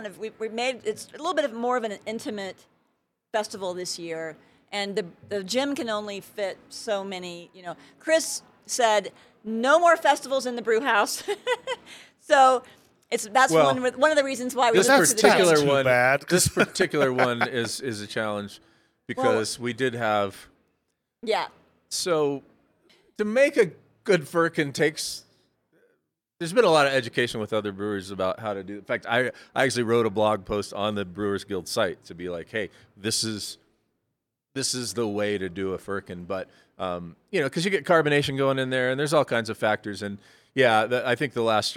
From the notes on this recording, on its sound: By default, each episode will be nomadic by nature, recording via pop-ups in various unique local spaces, to provide texture and ambiance from those environments. Coloradosprings.